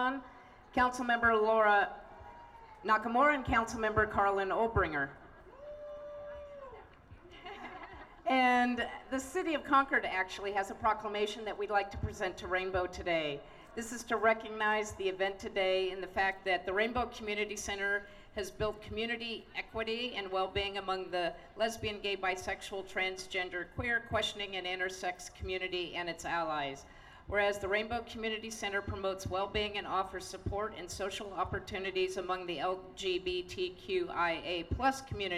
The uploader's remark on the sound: Pride In The Plaza is an annual event held in Concord California. The event is hosted by Rainbow Community Center of Contra Costa. We’ll hear sounds from the annual event.